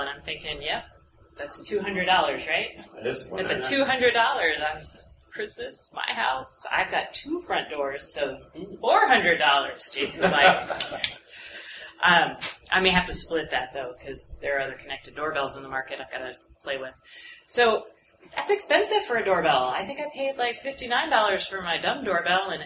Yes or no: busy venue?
yes